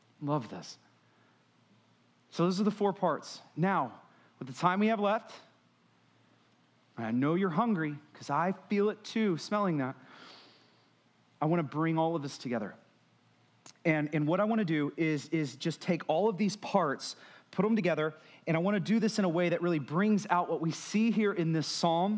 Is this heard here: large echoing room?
yes